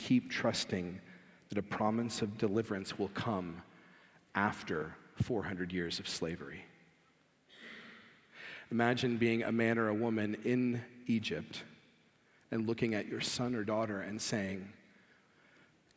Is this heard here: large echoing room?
yes